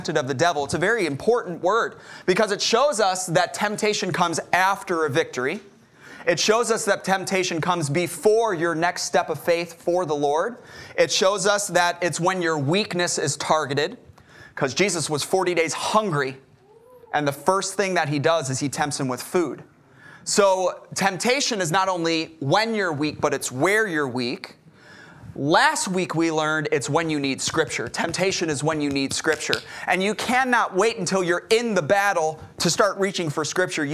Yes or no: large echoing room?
yes